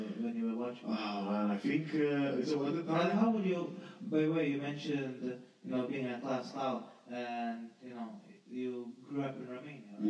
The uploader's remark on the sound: I'd like to extend my apologies for the diminished sound quality. A mishap during the recording session in December resulted in this, and unfortunately, I was unable to correct it.